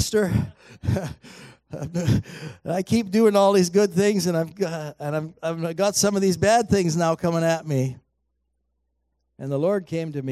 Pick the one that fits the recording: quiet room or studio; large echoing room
large echoing room